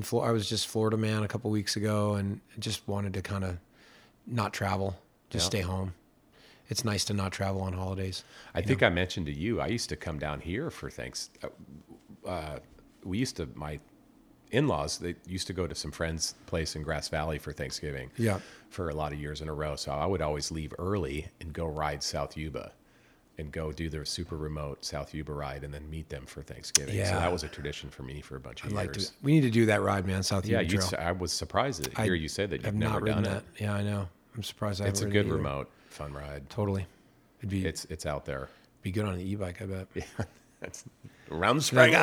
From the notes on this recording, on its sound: Recorded on site at The Yubaverse, formerly the The Lure Resort